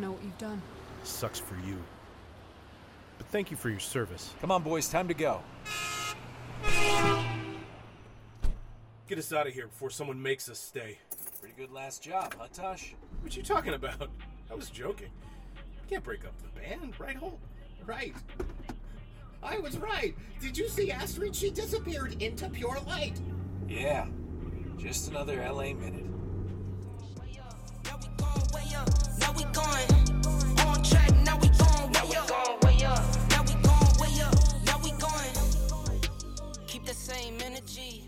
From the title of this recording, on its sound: set outside Walt Disney Concert Hall, Los Angeles